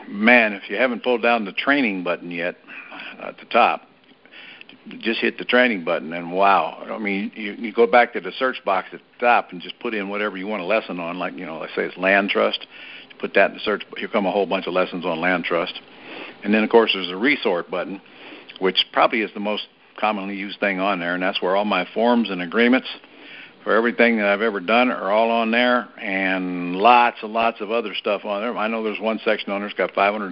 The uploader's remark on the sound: Gold Club Q&A Call